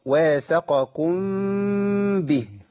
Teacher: الميم مخفاة عند الباء، واحنا قلنا قبل كده ان الاخفاء في خلاف اهل العلم على الهيئة، منهم من قال بإطباق الشفتين ولكن إطباق بدون جز، ومنهم من قال فرجة بسيطة تسمح بمرور الهواء، واللي بيميل لي هو الفرجة البسيطة اللي تسمح بمرور الهواء.